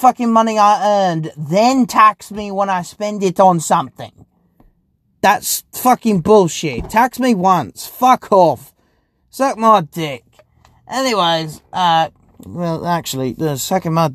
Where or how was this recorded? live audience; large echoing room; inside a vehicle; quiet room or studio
inside a vehicle